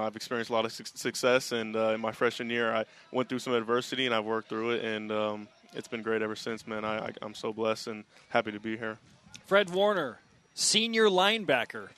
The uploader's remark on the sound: Fan Fest from Las Vegas